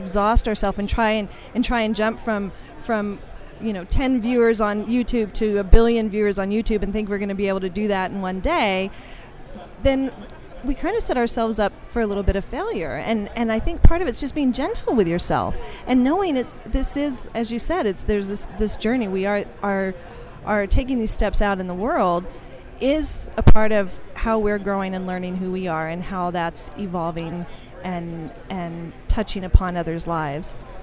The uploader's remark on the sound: LIVE on day 2 of the #SageSummit !